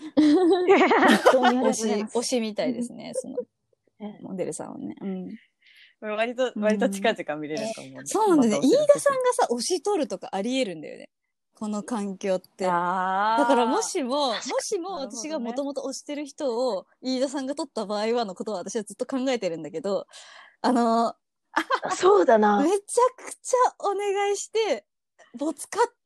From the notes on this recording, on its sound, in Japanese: 緊急事態宣言の発出に基づき、リモート環境にて収録しております。ふだんの配信よりも聞きづらい箇所などあるかもしれませんが。